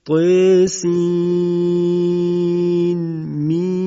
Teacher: ما اظهار کردیم نون رو از انتهای سین نزد میم ابتدای حرف مقطعه میم، تا رو هم اماله کردیم، که حالا ما بحث اماله رو انشاءالله در آینده در قرائت همزه مفصل خدمت شما عزیزان عرض خواهیم کرد.